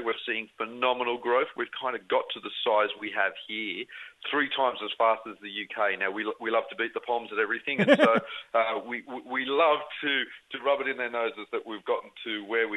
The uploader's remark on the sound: Your calls on Technology.